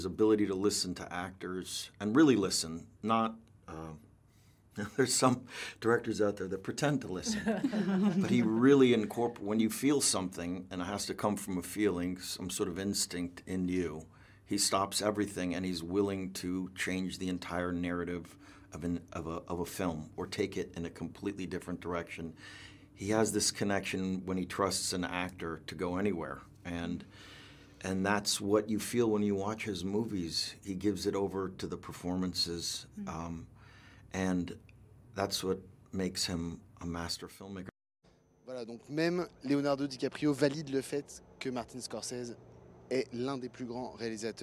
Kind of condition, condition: setting, outdoors